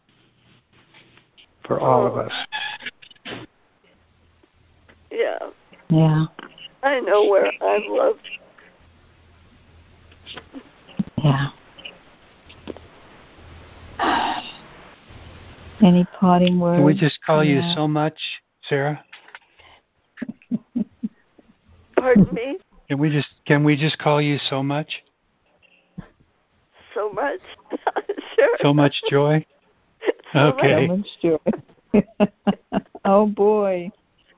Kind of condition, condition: link, phone line